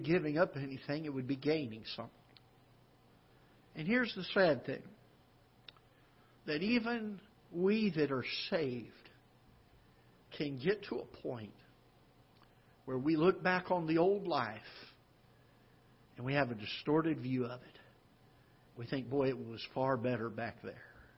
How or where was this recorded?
large echoing room